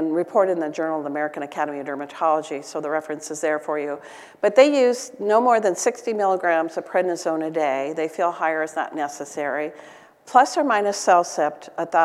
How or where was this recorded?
large echoing room